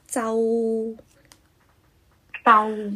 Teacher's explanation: 最后结束音在呜上面